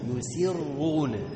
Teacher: أولا يعلمون أن الله يعلم ما يسرون وما يعلمون. يسرون بتفخيم الراء لأنها مضمومة